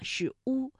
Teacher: 非常典型的单韵母啊，是乌，那发音的时候舌位唇形开口度始终不变啊